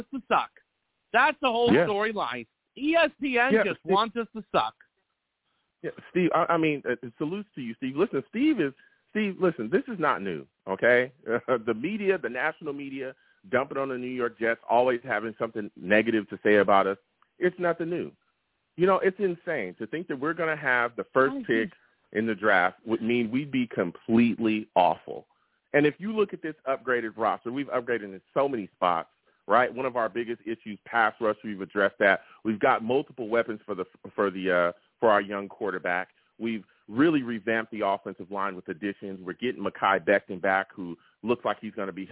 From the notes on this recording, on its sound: I also take live callers!